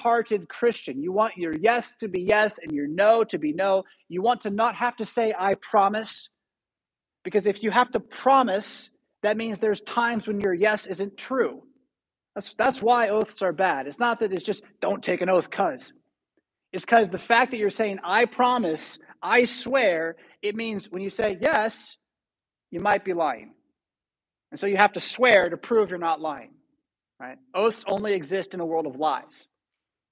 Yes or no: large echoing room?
yes